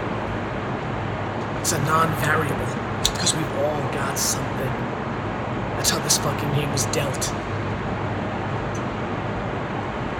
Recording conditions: phone or laptop microphone